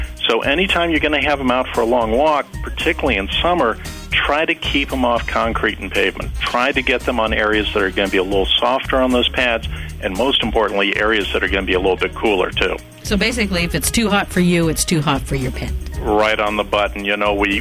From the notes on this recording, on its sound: your phone calls